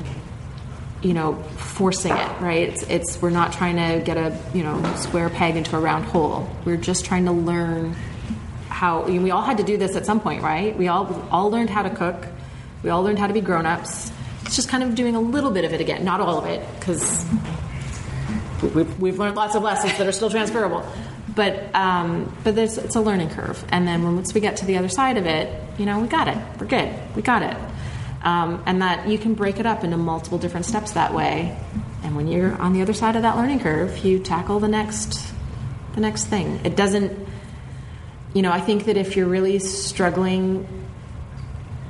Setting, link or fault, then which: setting, live audience